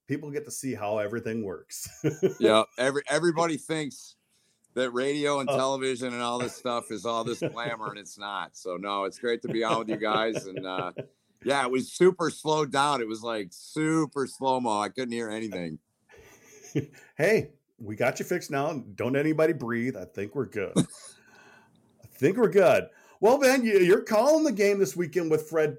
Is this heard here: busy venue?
no